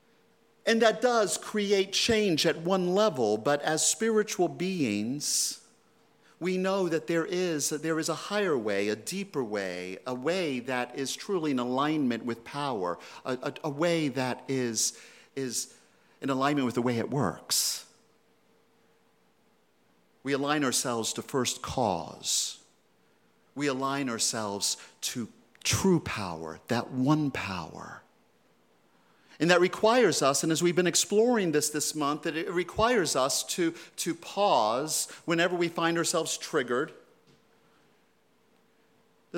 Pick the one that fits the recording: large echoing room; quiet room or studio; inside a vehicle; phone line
large echoing room